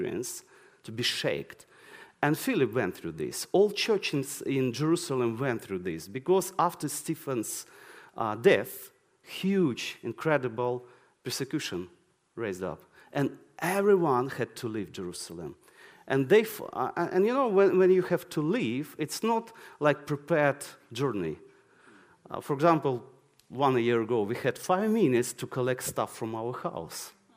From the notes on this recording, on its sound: This sermon was recorded on Sunday 7th May 2023 at our Putnoe venue.